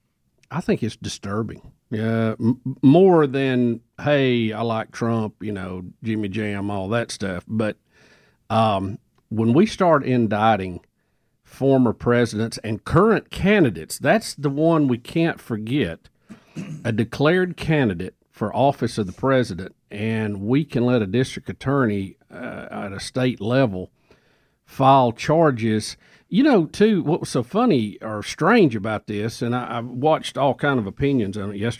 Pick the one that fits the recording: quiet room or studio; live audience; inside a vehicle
quiet room or studio